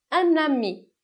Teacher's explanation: elas estão se ligando uma na outra e produzindo um som a mais · Term: liaison